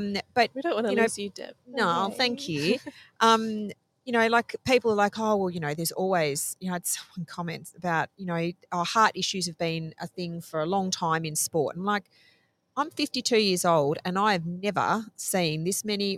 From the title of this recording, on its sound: Live from Railway Memorial Park Bunbury